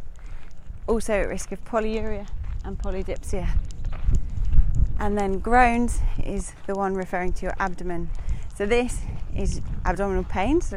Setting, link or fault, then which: setting, outdoors